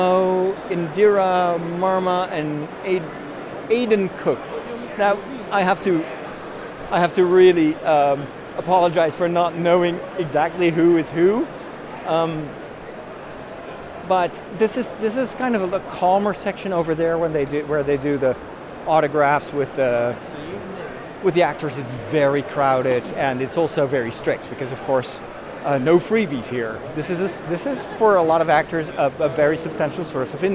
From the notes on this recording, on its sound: Live From London: The Star Wars Celebration 2023! In this special live episode of The Break, I take you on a tour of the convention floor at the Star Wars Celebration 2023!